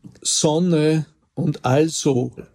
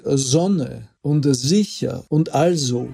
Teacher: das stimmhafte S im Anlaut vor Vokal · Shown in: second take · Also die österreichische Standardsprache würde einfach sagen, Sonne und also.